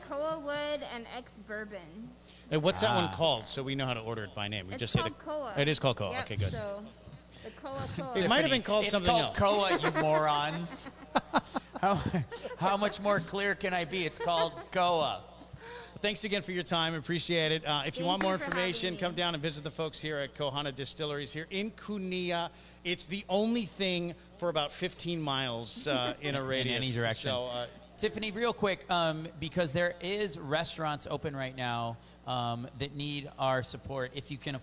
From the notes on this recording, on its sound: At Kohana Rum Distillery on Oahu. Live on location at Kohana Agricole Rum distillery in Kunia, Hawaii.